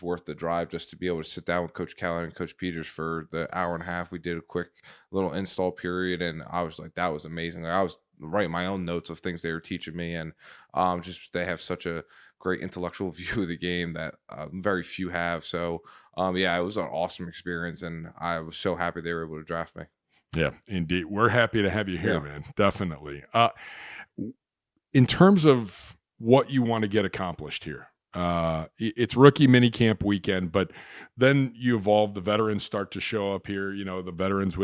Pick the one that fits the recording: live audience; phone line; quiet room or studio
quiet room or studio